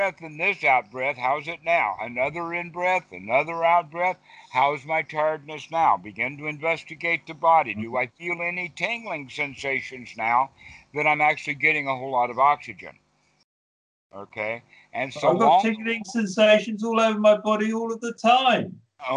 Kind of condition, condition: link, video call